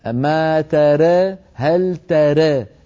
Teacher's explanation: التاء دائما مفتوحة فتح كامل، والإمالة الصغرى فقط للراء ولفتحة الراء وللألف التي بعدها